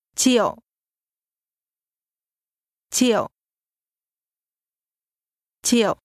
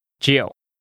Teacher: This is pronounced with a low, falling, broken tone.